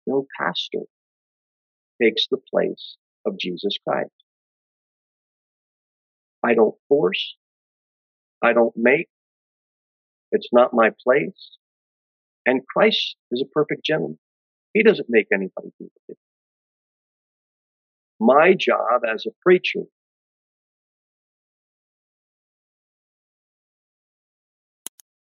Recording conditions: large echoing room